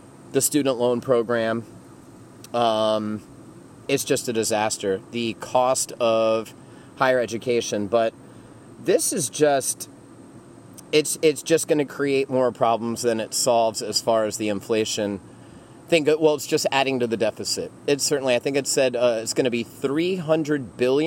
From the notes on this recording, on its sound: Episode 25 was the first (and probably the last) show to be recorded outdoors. Thought it would be cool to record Episode 25 near a van down by the river. During post-production, however, I discovered why most folks record podcasts inside. Way less ambient noise from chickens, roosters and rustling leaves.